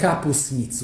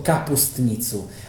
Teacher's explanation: alebo zjednodušovanie spoluhláskových skupín · Shown in: first take